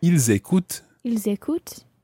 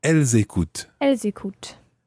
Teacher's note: Écouter is actually quite a good verb because you can hear the ils écoutent, the S of il plural and the S of elle plural. Ils écoutent, ENT at the end.